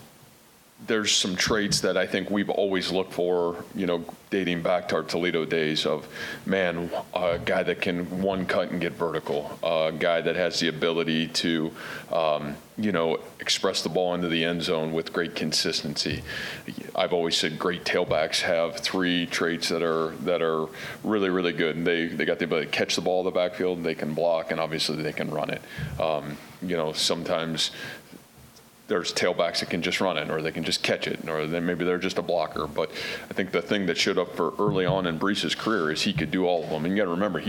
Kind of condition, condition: setting, busy venue